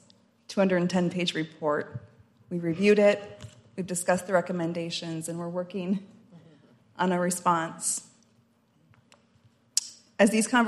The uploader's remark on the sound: The panel took place during the morning session of the White House Tribal Nations Summit on December 6, 2023.